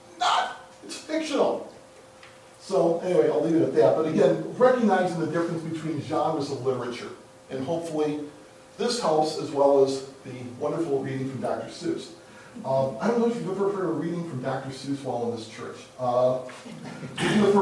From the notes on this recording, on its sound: The class sessions were recorded during Sunday School at Troy Christian Chapel in Troy, Michigan.